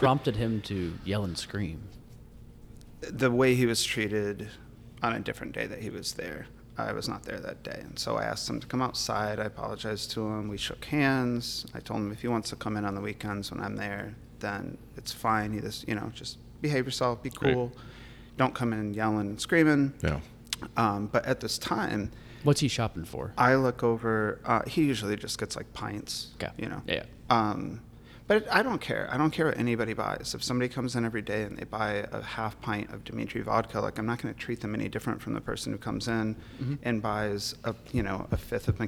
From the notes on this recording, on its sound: Live from Warehouse Liquors in Chicago, IL